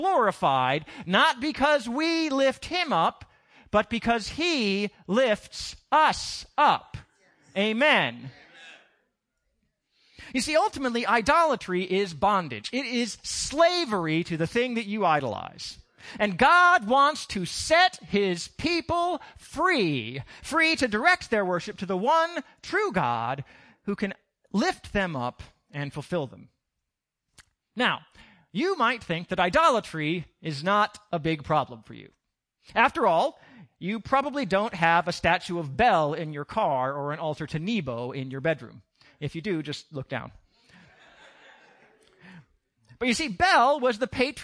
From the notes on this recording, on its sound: Recorded on 2016-06-12 at the 08:30am Service